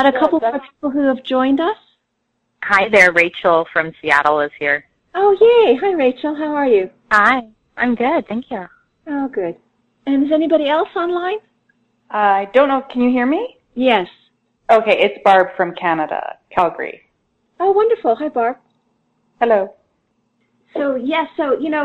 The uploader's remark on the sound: Conference call